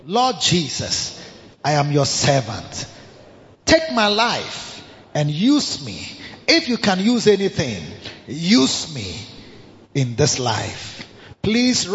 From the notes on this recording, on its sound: Preached at the Victory Secrets Service 1 - The Makarios Cathedral, HQ